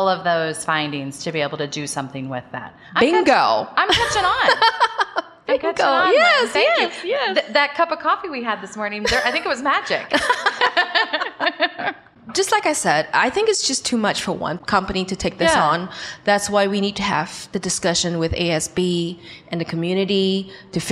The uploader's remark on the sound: In this special episode recorded live from the show.